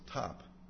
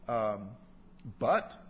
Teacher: It's a T with a little burst of air after it. · Shown in: first take